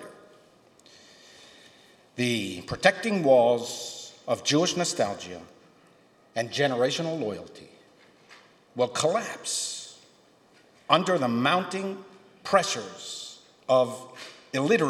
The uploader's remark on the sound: keynote speech from Re-CHARGING Reform Judaism, a historic grassroots gathering of some 300 Reform leaders at Stephen Wise Free Synagogue